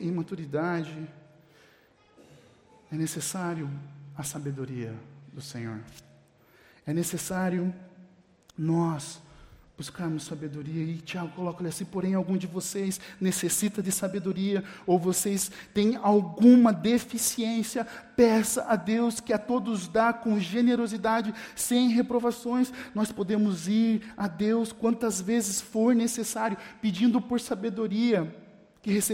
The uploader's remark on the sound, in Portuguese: Mensagem gravada na Igreja Batista Jardim Minesota